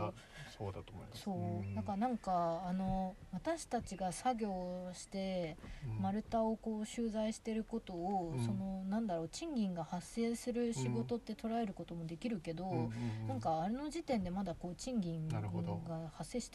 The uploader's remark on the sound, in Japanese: 今年5月に荒山林業さんが企画された集材の見学会の後、車の中でお話をしています。